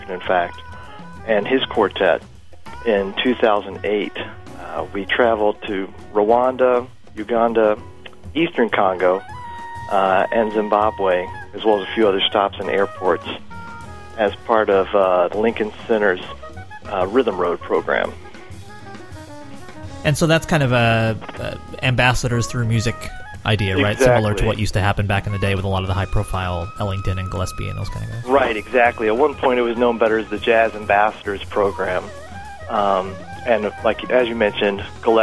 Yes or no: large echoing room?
no